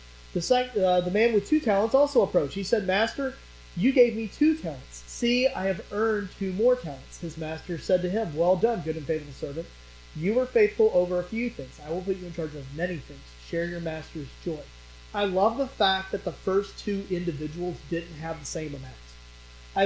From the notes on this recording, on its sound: During this sermon, the pastor's mic was muted from recording so the audio was salvaged from other microphones on the stage. As a result, the quality is very low.